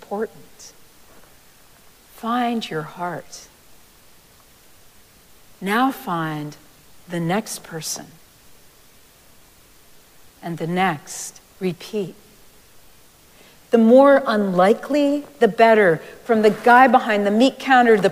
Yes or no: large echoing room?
yes